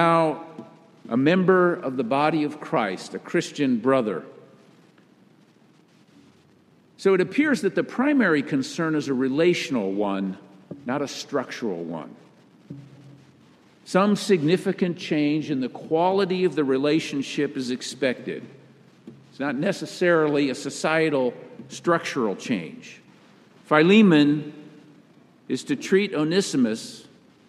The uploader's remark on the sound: Message delivered during the Traditional Worship service. Message delivered during the Traditional Worship service.